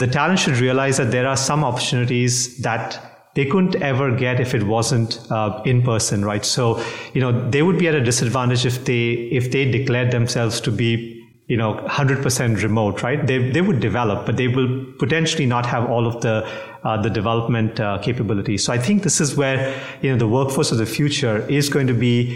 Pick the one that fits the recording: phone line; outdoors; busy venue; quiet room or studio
busy venue